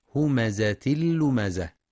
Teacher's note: ويراعى بيان صفة الصفير في الزاي مع تحقيق كسر اللام المشددة والوقف على التاء المربوطة هاء ساكنة مع بيان صفة الهمس.